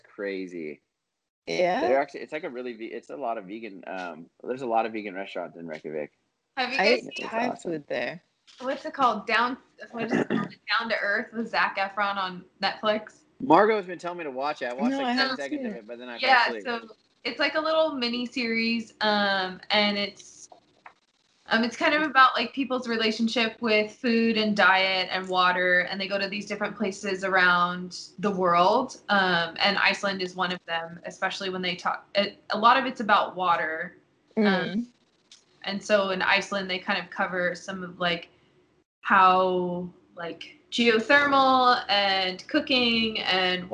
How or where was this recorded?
video call